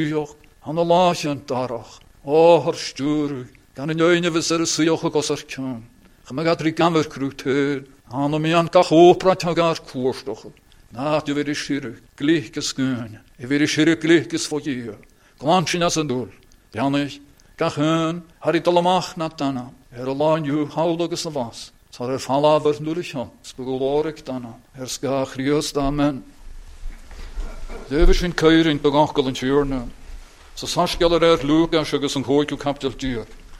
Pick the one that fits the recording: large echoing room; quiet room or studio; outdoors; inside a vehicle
large echoing room